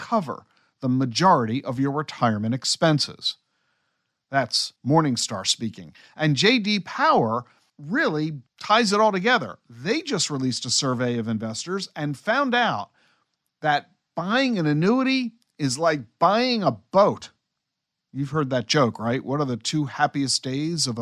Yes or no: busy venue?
no